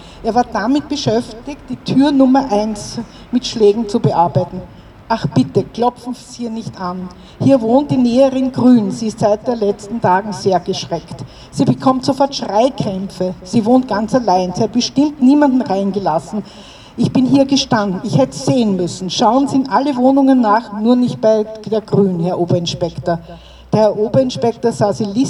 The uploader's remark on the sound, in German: O-Ton] Februargedenken am 20. 2. 2021 vor dem Goethehof in Wien-Kaisermühlen